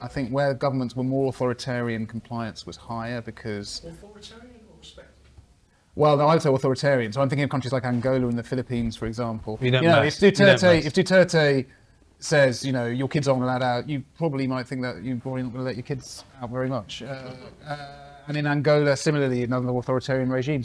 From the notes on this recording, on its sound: In front of an audience of SDP members in London.